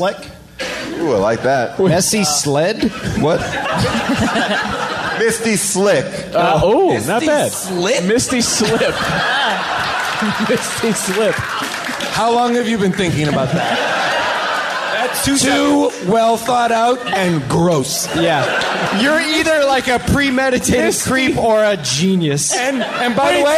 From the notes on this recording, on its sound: In a very special podcast cross-over event. Recorded LIVE at Largo in Los Angeles. Audience Q&A.